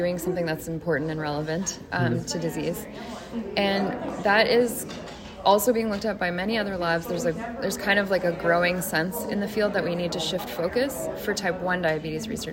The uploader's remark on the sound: recorded during Day 2 of Islet Study Group 2023